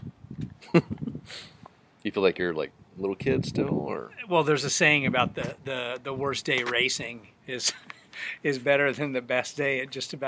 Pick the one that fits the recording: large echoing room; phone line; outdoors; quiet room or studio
outdoors